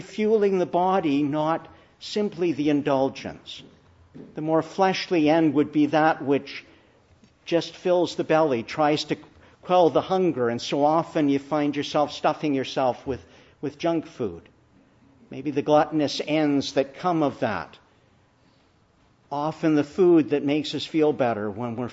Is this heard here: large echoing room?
yes